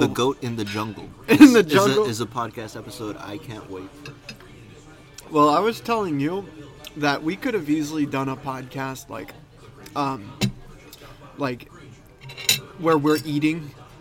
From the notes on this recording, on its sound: Recorded at Denny's